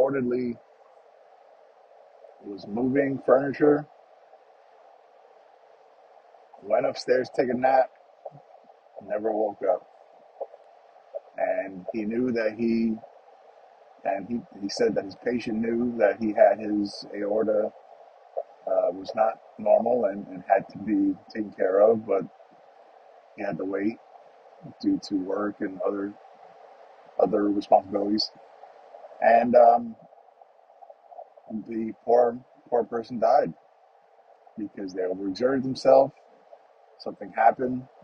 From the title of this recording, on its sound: Just the morning’s drive to work and thoughts